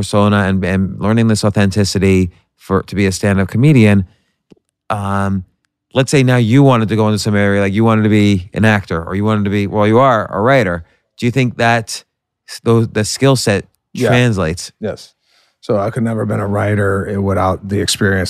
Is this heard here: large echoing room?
no